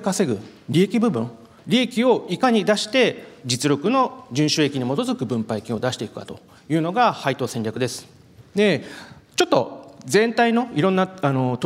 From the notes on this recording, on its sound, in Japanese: 東京証券取引所で開催した「J-REITファン2018」に登壇した